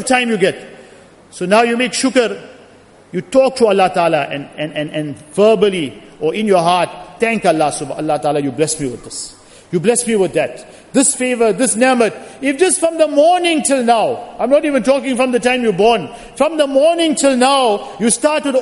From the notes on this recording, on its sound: Jumuah Lecture at Masjid Al Hilal